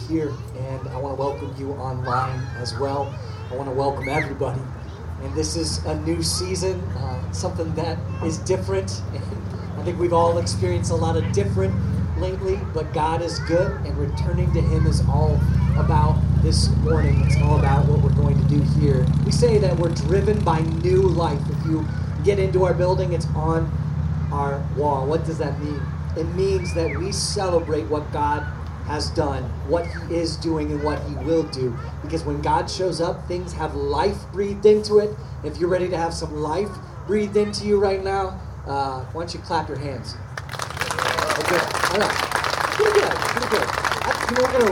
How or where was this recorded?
outdoors